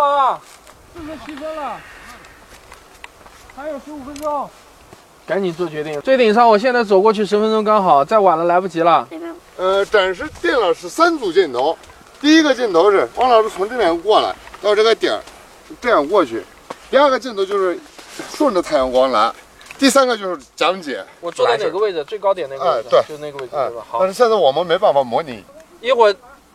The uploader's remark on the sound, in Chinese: 视频版外景拍摄归来。我去甘肃拍《太阳系新知》的外景前后一共是 6 天。先给大家听一段来自拍摄现场的实况录像的声音，为了拍一场沙漠日出的戏，我们凌晨 4 点出发，赶到沙漠凌晨 5 点。下面是现场实况录音剪辑。我们凌晨 12 点前要赶到海拔 2340 米的永泰古城，我们来听一点当时的现场录音。